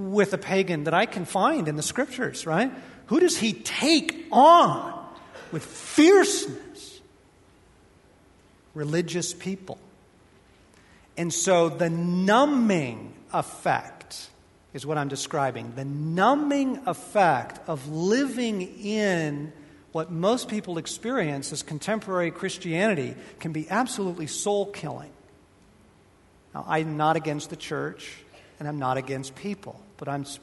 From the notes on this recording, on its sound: Part 4 of Q&A time from the Love & War tour.